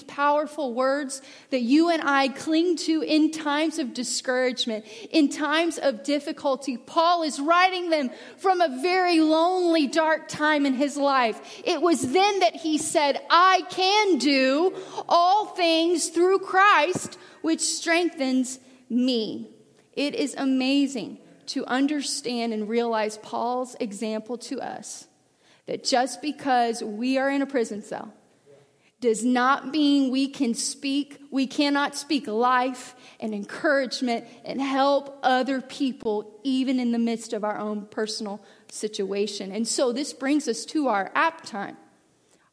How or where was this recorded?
large echoing room